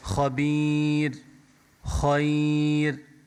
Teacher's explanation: الياء الساكنة بس تيجي قبل الراء اللي هي ساكنة، شو بنعمل بالراء؟ نرققها، خبير خير بهاللفظ. · Term: ترقيق